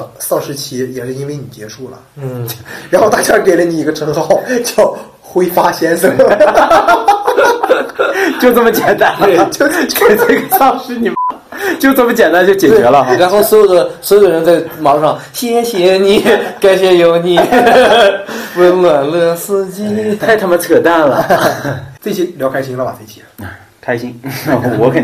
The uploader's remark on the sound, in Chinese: 第二就是音质。（贫穷限制了我们音质。）。音量适度调节。